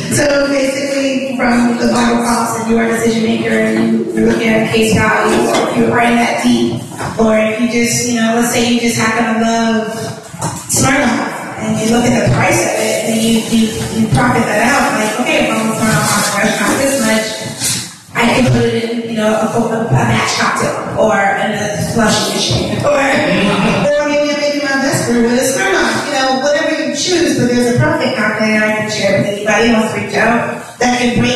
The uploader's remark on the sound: The event was recorded in front of a live audience at the Wrecking Bar Brew Pub near an area of Atlanta known as Little Five Points.